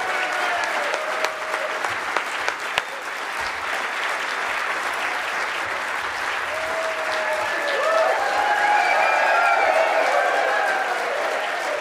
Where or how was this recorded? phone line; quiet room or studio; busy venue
busy venue